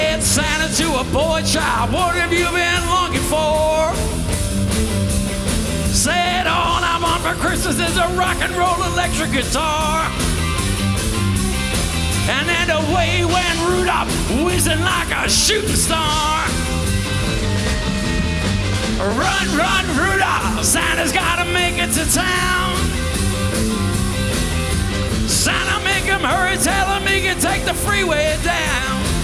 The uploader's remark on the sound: Christmas Show. Live at the SouthPoint Casino.